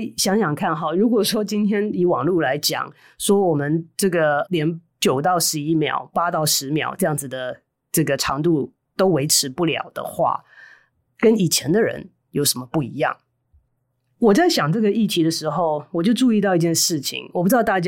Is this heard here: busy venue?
no